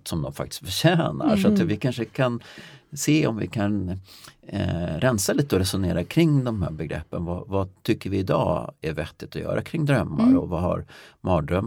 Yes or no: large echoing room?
no